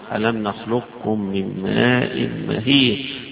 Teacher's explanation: يبقى كأن حرف الاستعلاء القاف التفخيم بتاعها بيروح في الكاف · Term: مدغمة